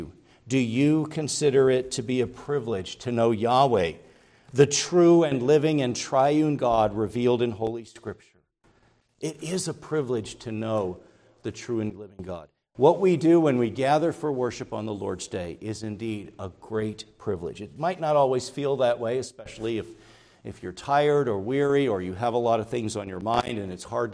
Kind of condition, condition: setting, large echoing room